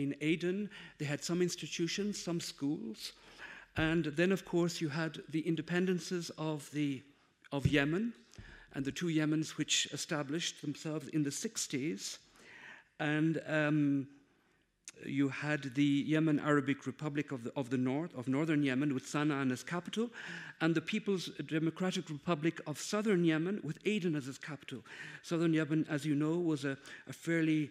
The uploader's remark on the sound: Conference given on April, 13th at Casa Árabe in Madrid.